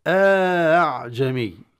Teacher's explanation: يقرأ بهمزة مسهلة ويدخل ألف بين الهمزتين